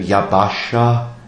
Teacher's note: Und am Schluss steht noch ein He, also der Konsonant H, der aber nicht weiter gesprochen wird, im Wort Yabasha. Es drückt sich nur dadurch aus, dass es ein bisschen behaucht am Ende ausgesprochen wird, also etwas nachströmt der Atem, Yabasha. Das gibt dem Ganzen noch eine gewisse Beseelung.